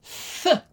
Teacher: A voiceless dental fricative basically means th. Yeah. Th, only without the voice I just did.